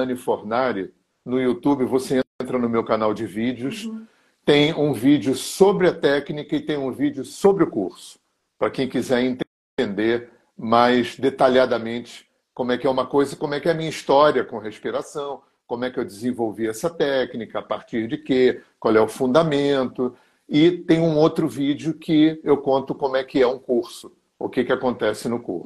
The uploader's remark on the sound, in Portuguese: Live no Instagram